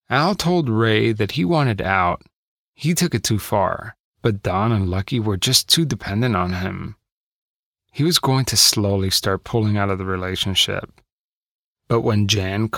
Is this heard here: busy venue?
no